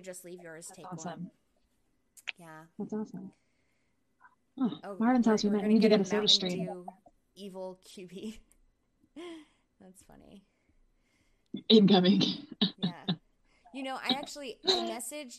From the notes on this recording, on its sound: First Live Event! We had some technical difficulties because we were too excited to wait another week to work them out. From Santa Monica, California. From Oklahoma City, Oklahoma.